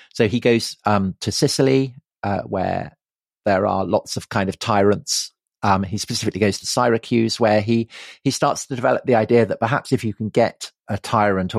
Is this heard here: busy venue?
no